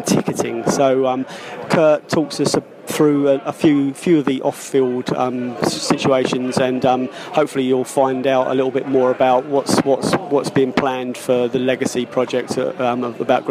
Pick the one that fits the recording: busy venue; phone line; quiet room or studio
busy venue